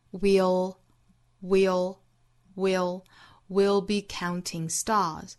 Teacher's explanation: 在 we 发音完整之后，后面来一个舌尖抵上齿龈的动作发 will